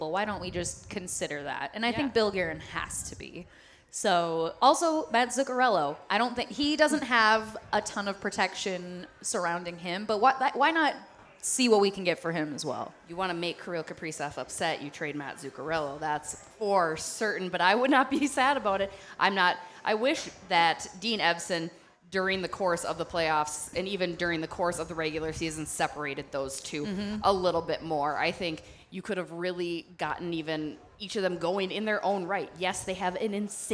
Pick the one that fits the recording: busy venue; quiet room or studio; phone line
busy venue